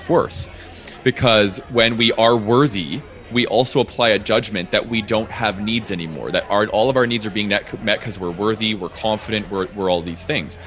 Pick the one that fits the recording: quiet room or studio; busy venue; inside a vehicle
busy venue